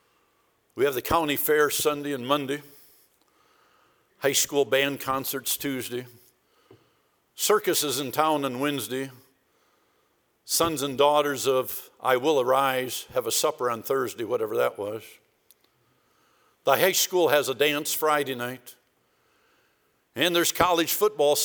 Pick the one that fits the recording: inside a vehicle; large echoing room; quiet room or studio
large echoing room